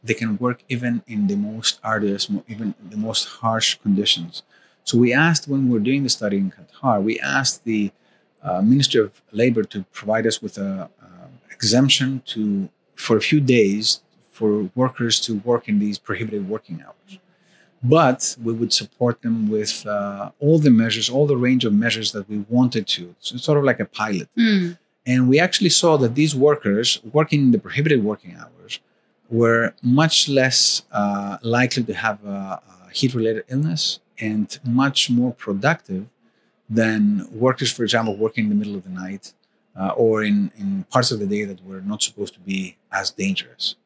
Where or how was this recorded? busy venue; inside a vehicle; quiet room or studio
busy venue